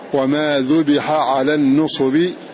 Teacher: قول الله جل وعلا وما ذبح على النصب فتظهر الحاء هنا ولا تضغمها في هذه العين